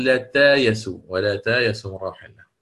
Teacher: الألف عند ابن كثير ثابتة في استايس وتلفظ، يعني ليست كحفص لا تلفظ.